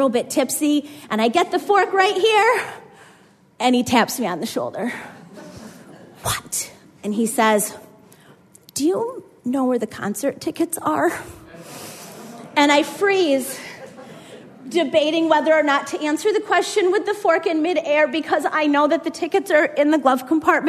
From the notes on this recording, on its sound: had us rolling in the aisles at the Howl Story Slam in Clayton, NY in Summer 2016, and did it again at our Grand Slam event in Heuvelton, NY